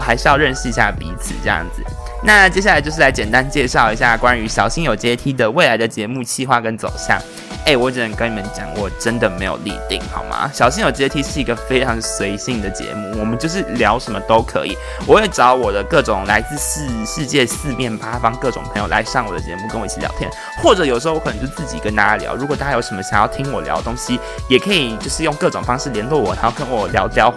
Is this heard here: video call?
no